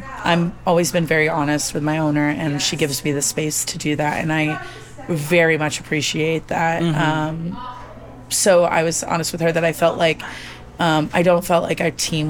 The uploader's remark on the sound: Live From Strategies TBX23. This "Live From..." bonus episode was edited and mixed by Audio Z.